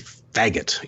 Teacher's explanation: You know, partly it's because it's two syllables. It starts with this, a labial fricative, you know, the F sound. And then you've got the hard G in the middle and another hard sound at the end, the T.